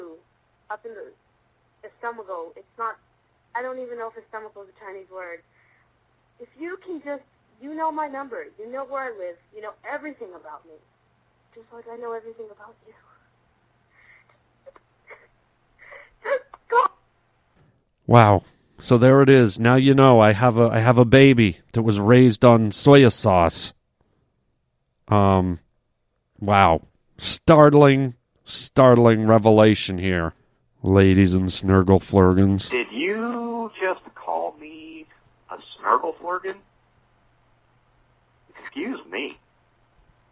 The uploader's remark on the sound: We take phone calls from you guys.